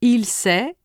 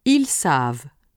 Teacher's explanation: the vowel sound of the plural stem changes to a. And two, the plural form ends with a consonant sound. · Shown in: second take